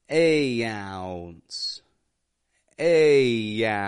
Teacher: They have an OU or OW diphthong, which typically goes ow, making an ah, ah, and then bringing the corners of the lips into the middle to go woo, ow. And we're putting an N after that.